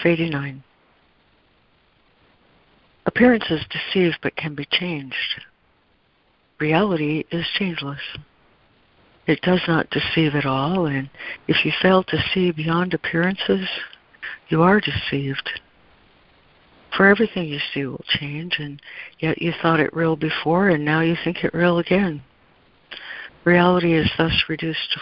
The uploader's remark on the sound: ACIM Daily Conference Call